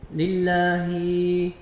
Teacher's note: إشباع الكسر بعد الهاء حتى يصبح ياء